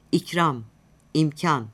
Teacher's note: a ince söylenir